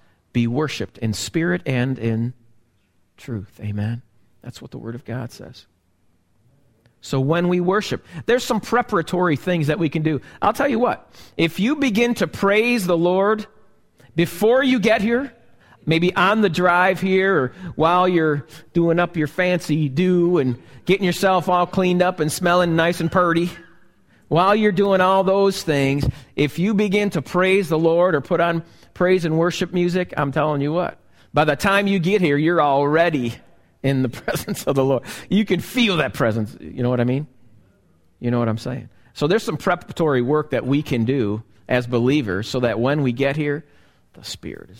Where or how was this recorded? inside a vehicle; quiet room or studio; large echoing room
large echoing room